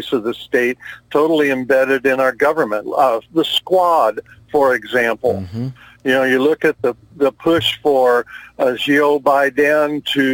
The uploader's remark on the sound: we fielded phone calls from the listeners